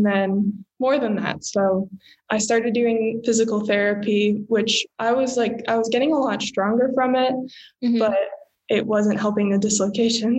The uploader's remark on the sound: our first Zoom episode!